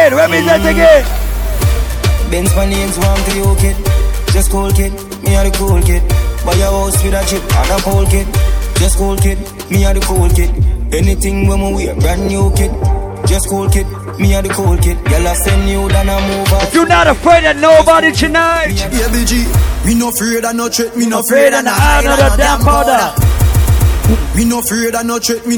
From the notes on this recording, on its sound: LIVE AT ISLAND SATURDAYS ON NOV 19TH, 2016